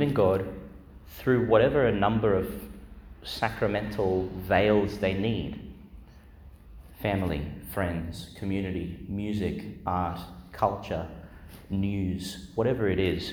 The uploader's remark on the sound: Homily for the Wednesday in the Fourth Week of Eastertide, delivered Our Lady Star of the Sea Church, Gladstone, Qld.